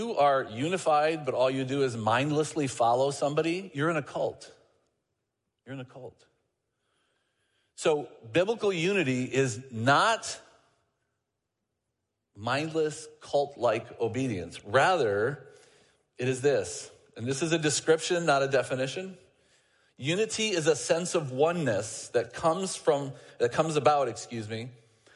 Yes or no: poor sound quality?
no